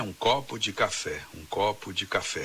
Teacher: Quase não se ouve a preposição de, que vira de.